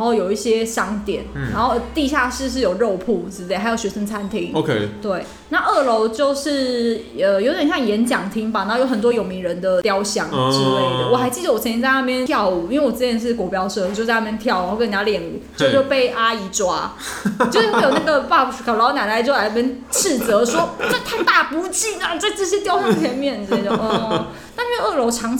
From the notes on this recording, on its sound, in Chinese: 本集白噪音指數：蚊風級 1/5。錄音地點：某某咖啡 - MOMO Coffee Bistro。